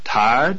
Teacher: The pitch of the voice rises on this word.